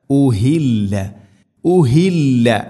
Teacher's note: നാലോ അഞ്ചോ ഹർക്കത്തിൻ്റെ ഖദറിൽ നീട്ടാവുന്ന മദ്ദ്. ഉഹില്ല, ഉഹില്ല, ഹ തൊണ്ടയുടെ താഴെ ഭാഗം